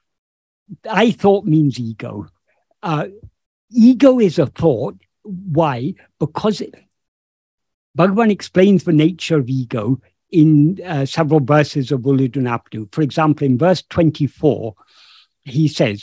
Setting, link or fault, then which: link, video call